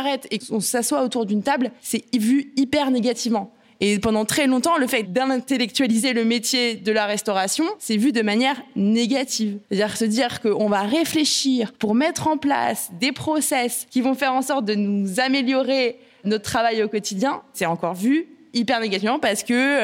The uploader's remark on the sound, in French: Une cheffe, une journaliste et une avocate montent sur l’estrade. Enregistrée en public au lycée hôtelier Jean-Drouant.